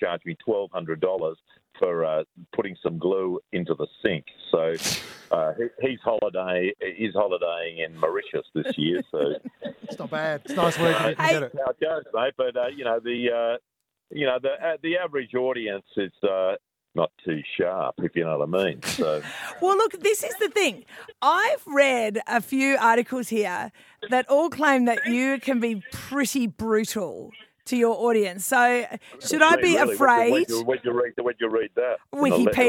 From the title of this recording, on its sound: live from the back of a limo!